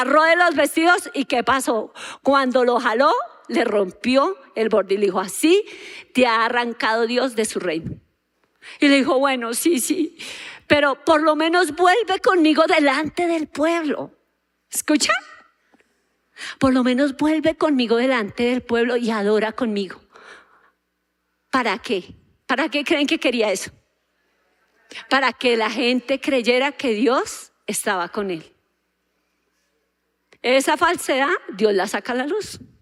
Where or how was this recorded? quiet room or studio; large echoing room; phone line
large echoing room